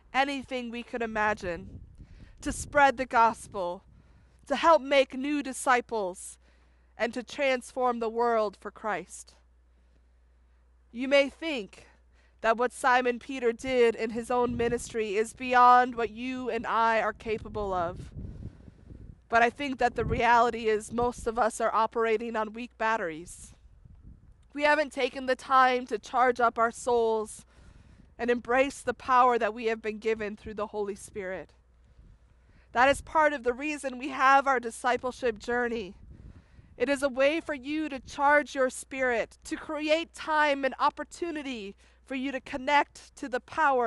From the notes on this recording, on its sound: This was also a drive-in style Palm Sunday service. Preached outside on a trailer.